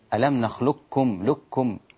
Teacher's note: القاف ألغيت تماما عشان كده قلنا إدغام كامل